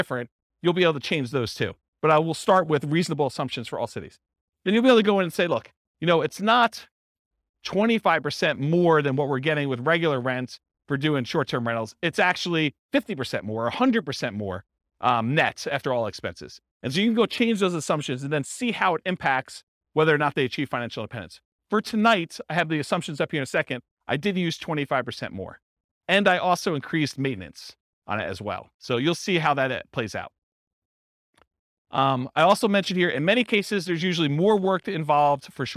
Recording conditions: live audience